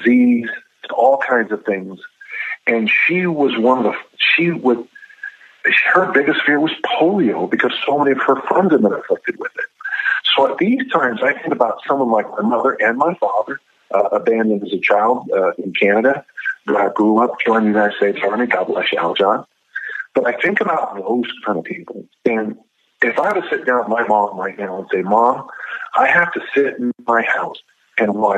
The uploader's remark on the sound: via phone